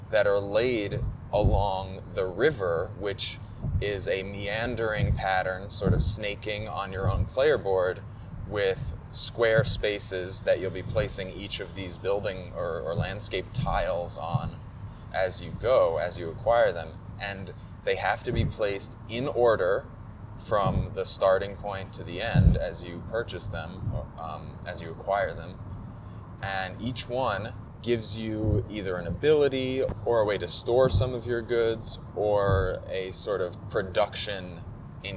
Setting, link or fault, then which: setting, inside a vehicle